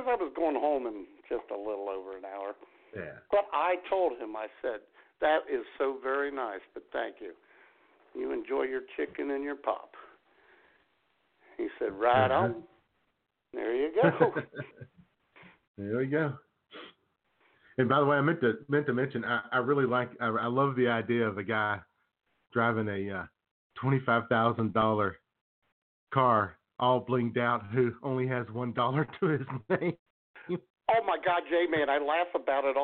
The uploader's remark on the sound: your phone calls